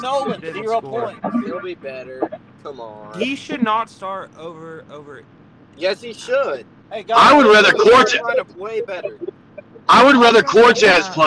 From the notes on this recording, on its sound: We did have audio issues with some people driving during the podcast